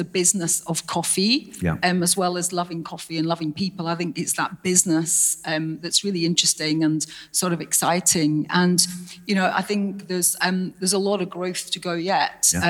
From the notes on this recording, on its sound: Recorded at the European Coffee Symposium last month in Barcelona. The final two interviews from the 5THWAVE Live sessions - recorded at the European Coffee Symposium last month in Barcelona.